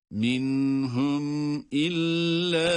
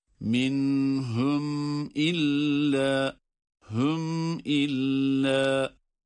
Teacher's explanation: yine cezimli mimden sonra hemze olduğu için yine izhar ile okuyoruz